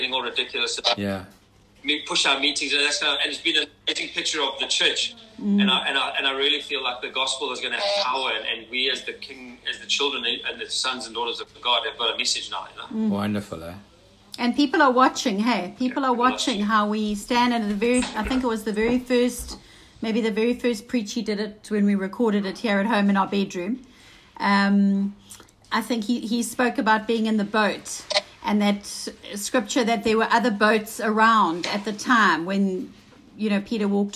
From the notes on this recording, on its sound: on our recent Insta Live